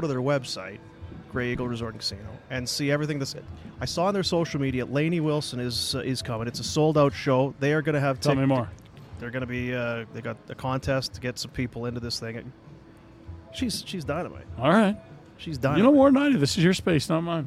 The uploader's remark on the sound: LIVE from the Grey Eagle